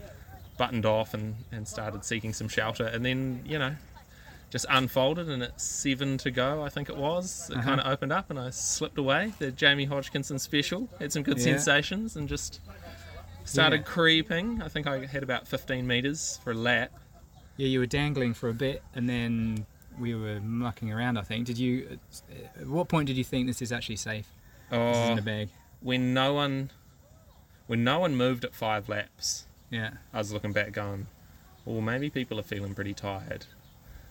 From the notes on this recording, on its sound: Laykold Cup Carnival Lowdown - interviews and chat from the big day.